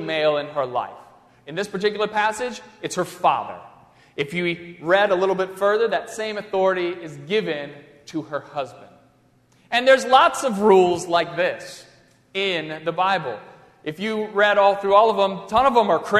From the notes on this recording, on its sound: during the Crossroads service (9:30 am) on Sunday May 8, 2016, at First Presbyterian Church of Arlington Heights, Illinois.